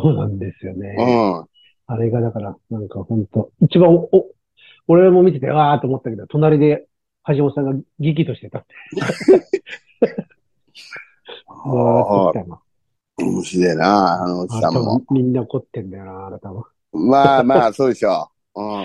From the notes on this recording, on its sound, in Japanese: ZOOMで収録